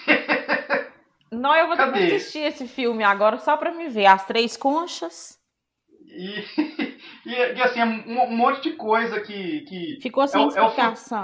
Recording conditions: poor sound quality